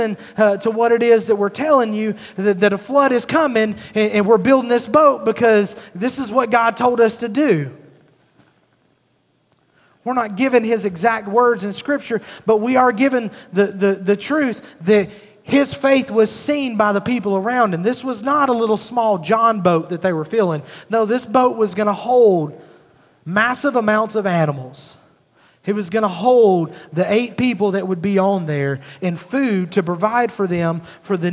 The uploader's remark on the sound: at Highland Baptist Church, Molino, FL